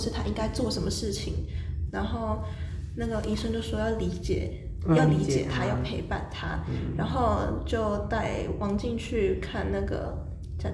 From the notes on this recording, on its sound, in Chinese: 回音較大，請見諒